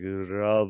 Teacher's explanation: there is no hard L sound, so it's a rolled R. And the V's are B's, so love becomes rub.